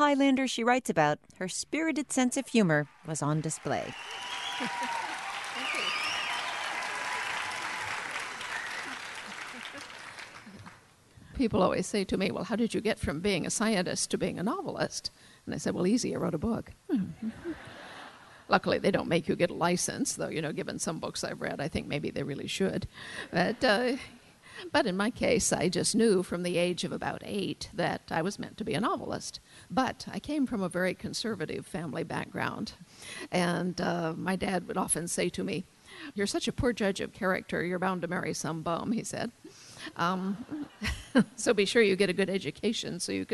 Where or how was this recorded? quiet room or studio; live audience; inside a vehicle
live audience